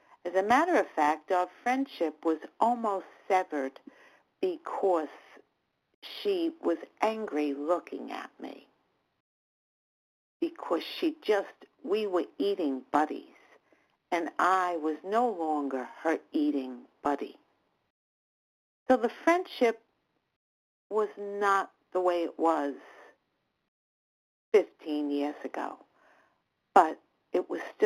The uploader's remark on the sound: 100 Pounders Phone Meeting